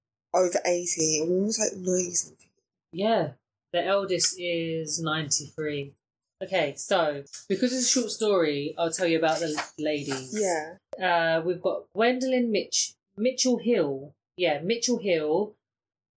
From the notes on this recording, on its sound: A pre-drinks fuelled 2nd recording (on the wrong microphone).